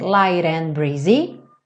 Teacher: o T vira rarara e junta com and